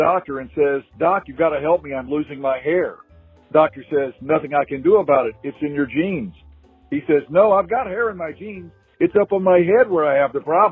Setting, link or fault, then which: link, phone line